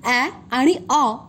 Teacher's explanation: काही लोक विशेषतः तरुण पिढीतील मराठीत ऐ आणि आऊचा उच्चार हिंदीसारखा ॲ आणि ऑ असा करतात